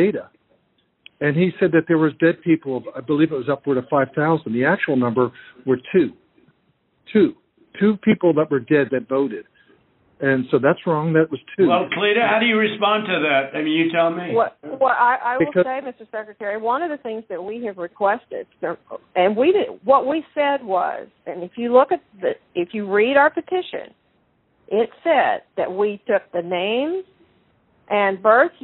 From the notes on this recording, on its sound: the uninterrupted, unedited phone call